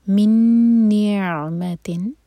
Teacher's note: ادغام غنہ کے ساتھ نون کو ہولڈ کریں گے. من نعمتن اور عین پر جھٹکا نہ آئے تو عین کو تھوڑا سا ٹائم دیں گے تاکہ عین کا مخرج ادا ہو.